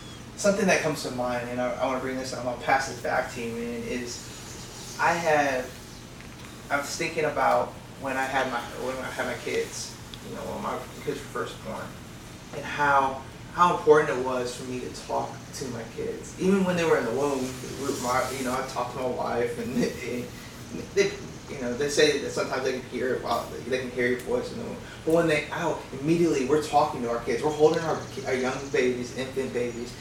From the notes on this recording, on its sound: Apologies for some technical difficulties with microphones.